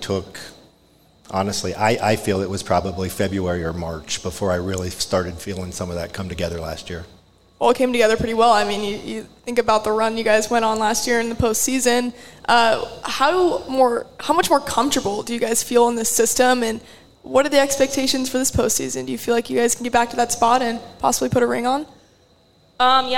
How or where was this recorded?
live audience